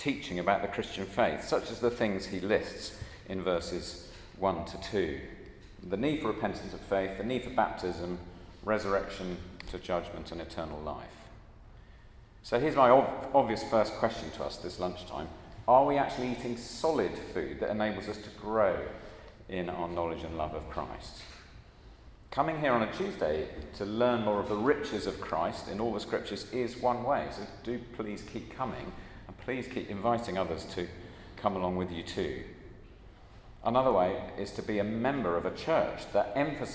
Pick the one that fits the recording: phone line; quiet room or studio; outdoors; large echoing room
large echoing room